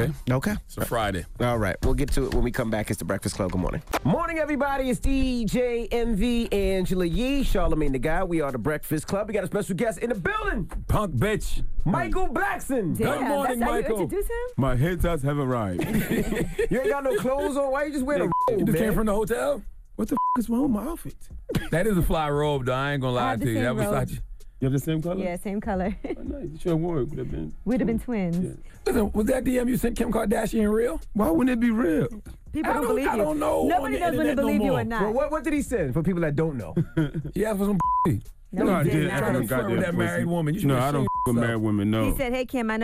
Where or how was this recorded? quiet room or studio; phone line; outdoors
phone line